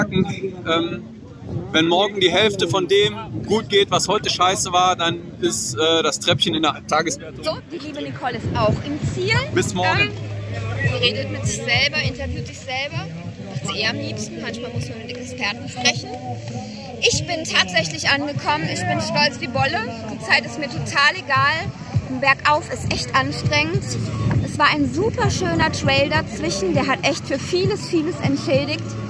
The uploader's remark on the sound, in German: Die dritte Etappe des 4-Stage Mountainbike Race Lanzarote, im Club la Santa ist Geschichte. Berichten auch heute wieder live von der Etappe.